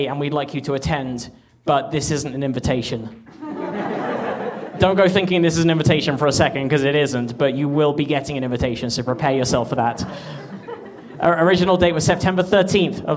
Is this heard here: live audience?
yes